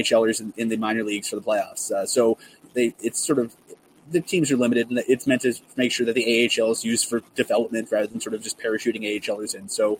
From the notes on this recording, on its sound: live from the Dome